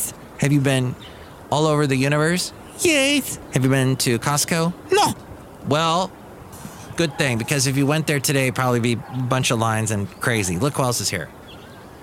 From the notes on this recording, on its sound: podcasts live from Cafe Anyway